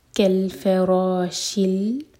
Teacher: جب لام ساکن سے جوڑیں تو لام ساکن پر جھٹکا نہ ہو